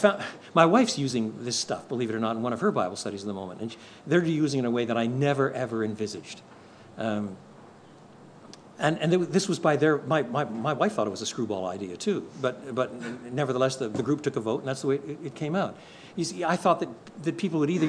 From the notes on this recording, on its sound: contains the questions prospective church planters and their supporters posed